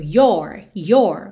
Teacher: É que você percebe que no your possessivo, especialmente no inglês americano, esse O é mais aberto.